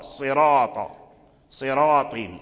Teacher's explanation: يفخمه معنى يفخمه يغلظه، يغلظ الراء · Term: تفخيم الراء